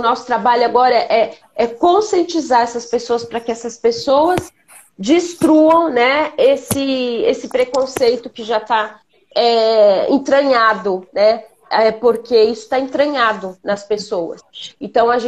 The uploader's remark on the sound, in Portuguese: Esse podcast foi retirado da Live feita no Instagram do Grupo Mulheres do Brasil Santos